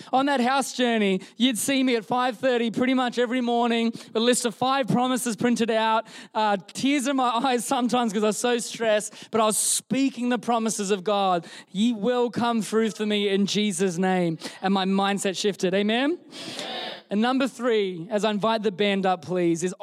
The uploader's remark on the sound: Recorded during our Melbourne East service on Sunday, the 12th of March 2023